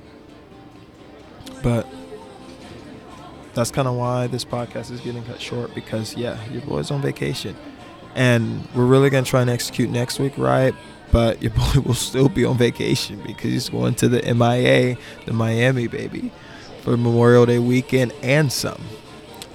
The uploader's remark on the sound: live from the 23rd floor on Aire Rooftop bar in Chicago, Illinois.